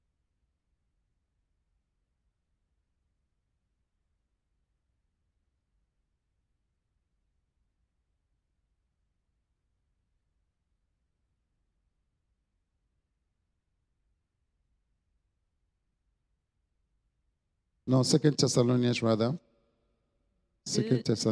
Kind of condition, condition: setting, large echoing room